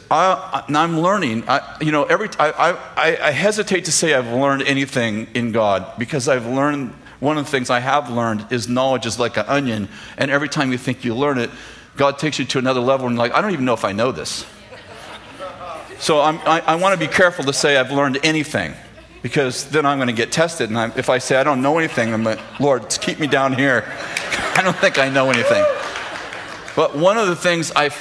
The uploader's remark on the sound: throwback sermon from September 6th, 2015, at Bethel Church in Redding, CA